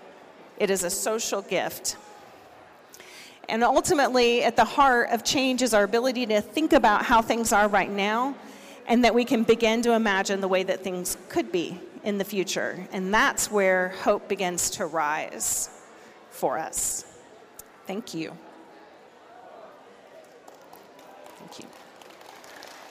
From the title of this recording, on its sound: Recordings from the 2022 Siksika Health Fair